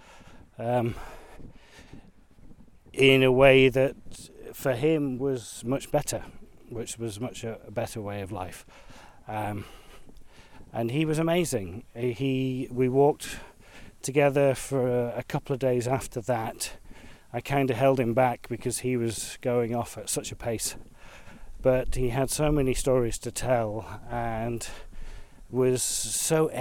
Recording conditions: outdoors